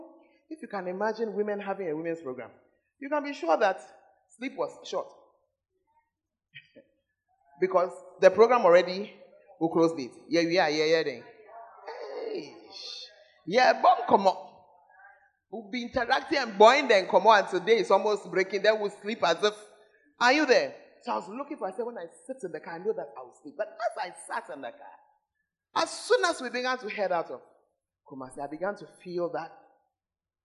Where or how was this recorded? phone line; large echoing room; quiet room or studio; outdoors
large echoing room